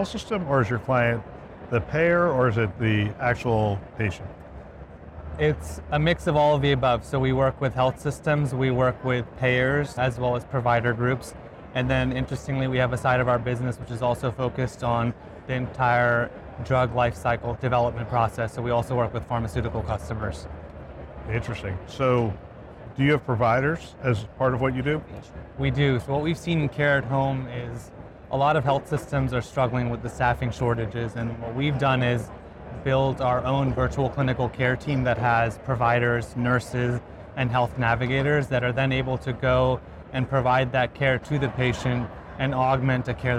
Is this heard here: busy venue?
yes